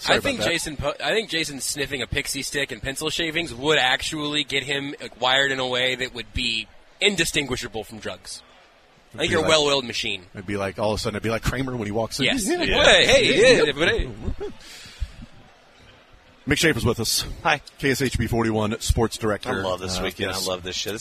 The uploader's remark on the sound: The Zone continues live from the KC Golf Show at the Overland Park Convention Center